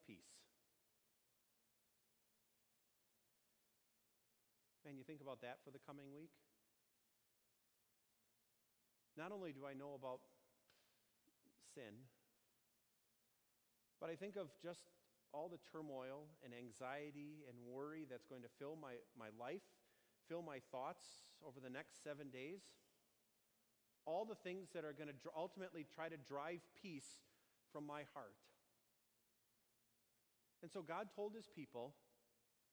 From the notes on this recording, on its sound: Sermon delivered on Sunday, June 16, 2019, on Holy Trinity Sunday at Our Savior Lutheran Church in Birmingham, AL.